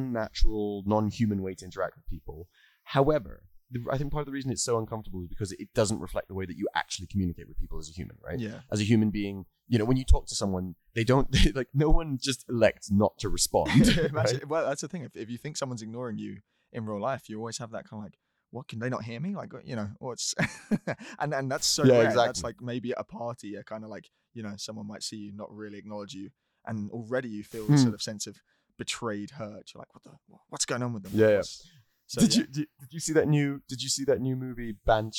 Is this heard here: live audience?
no